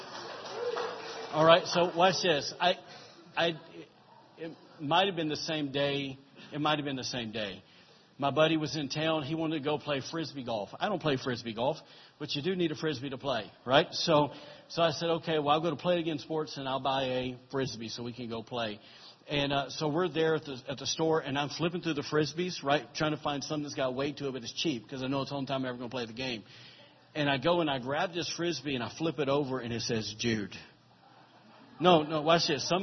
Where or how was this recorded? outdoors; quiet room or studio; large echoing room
large echoing room